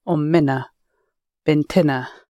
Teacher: When we put a helping vowel in front of the tag na, it's usually I